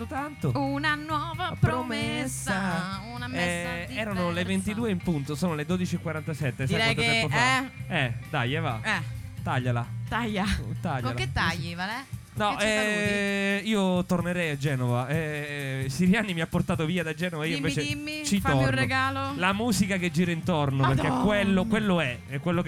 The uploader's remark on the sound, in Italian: Na Cosetta, Roma. LiveFolkRadioShow. Live Streaming - THE ROOST.